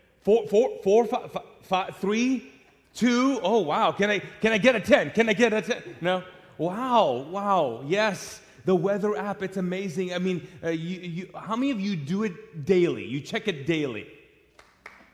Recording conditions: large echoing room